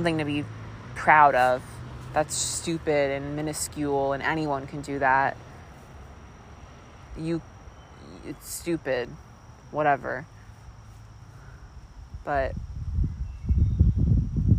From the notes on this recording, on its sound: This first episode was recorded in South Mountain Reservation, West Orange, NJ. Sitting at the top of a hilly field.